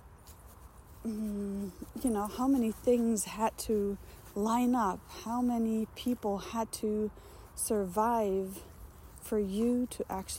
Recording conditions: phone or laptop microphone